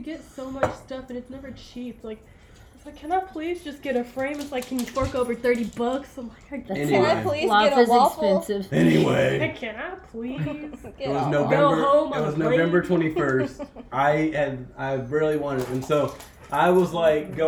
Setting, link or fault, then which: fault, sounds in the background